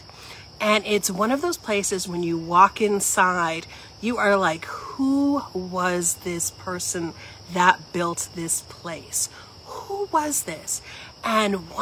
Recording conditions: outdoors